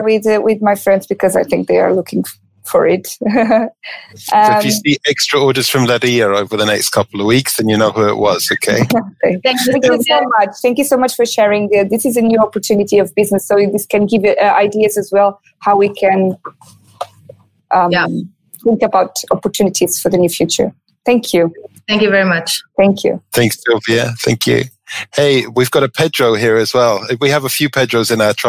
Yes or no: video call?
yes